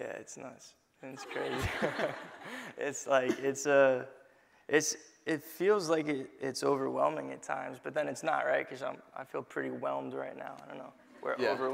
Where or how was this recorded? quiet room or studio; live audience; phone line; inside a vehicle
live audience